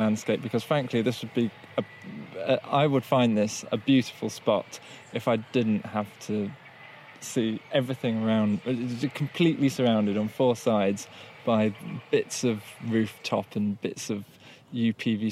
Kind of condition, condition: setting, outdoors